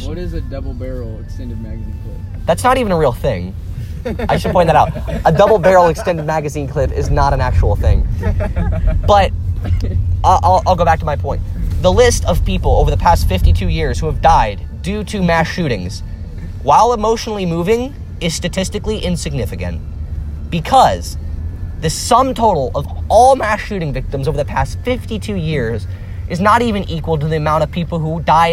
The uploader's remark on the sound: Recorded backseat with the buds.